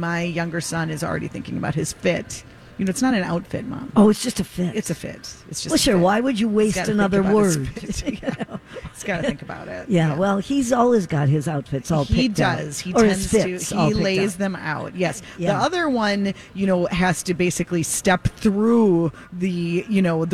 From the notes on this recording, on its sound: Live at the Rosedale Mall! Broadcast live from the Rosedale Center in Roseville!